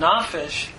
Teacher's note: we have the accent moving back to the penultimate syllable, from a segol to a comet.